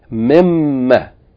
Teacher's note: If it was min plus ma, it becomes mimma, from what. Note that the noon of min has been assimilated into the meme of ma, so it became mimma, and then the aleph is omitted.